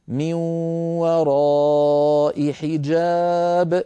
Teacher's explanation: بعض الهمزات أيها الإخوة كما نرى على اللوحة رسمت همزتها ياء، كقوله تعالى في سورة الشورى من وراء حجاب، فالهمزة كتبت على هيئة ياء، فهذه الياء لا تنطق لا وصلا ولا وقفا. ففي الوصل نقول من وراء حجاب، فننطق همزة مكسورة